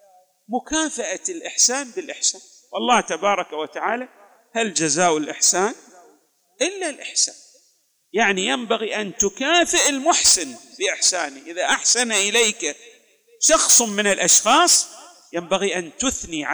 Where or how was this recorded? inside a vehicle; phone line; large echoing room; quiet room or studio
large echoing room